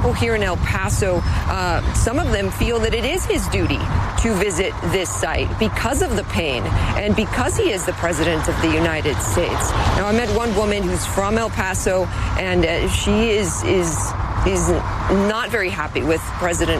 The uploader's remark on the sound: live from the New York Stock Exchange